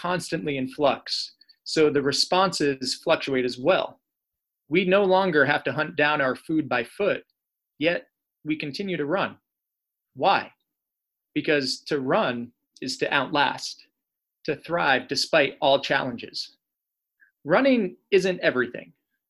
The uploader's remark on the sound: This episode is a recording from our first live (virtual) storyteller event